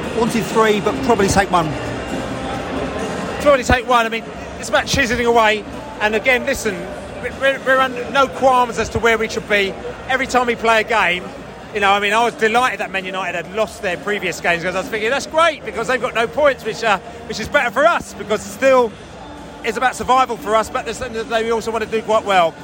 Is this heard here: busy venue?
yes